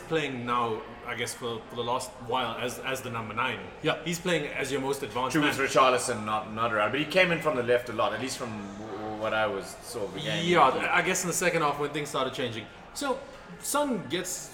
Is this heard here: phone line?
no